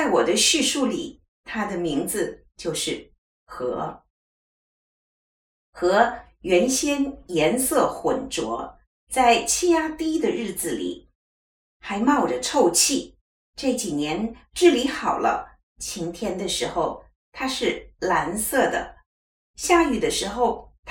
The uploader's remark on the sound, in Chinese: 器材受限空間音較明顯。遠從加拿大傳來她的聲音。